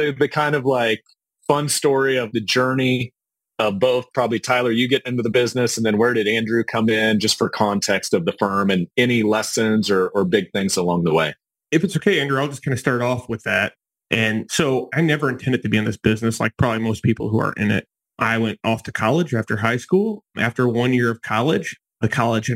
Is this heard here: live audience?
no